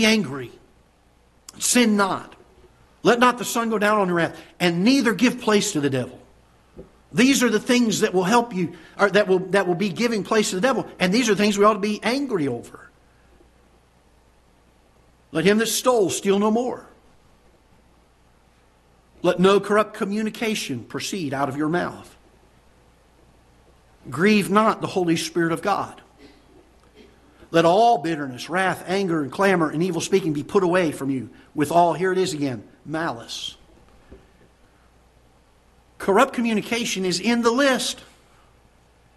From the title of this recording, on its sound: Ketha Heights Baptist Church ~ Live Broadcast